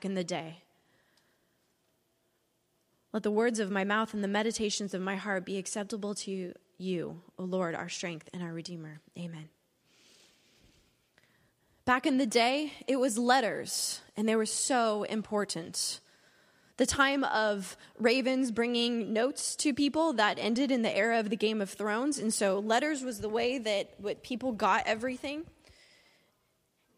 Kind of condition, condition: setting, large echoing room